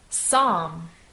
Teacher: Of course, again, we do not pronounce the P, but begin the word with an S. · Term: silent P